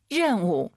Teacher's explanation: 알 발음 런 아니고 더 혀를 뒤로 보내서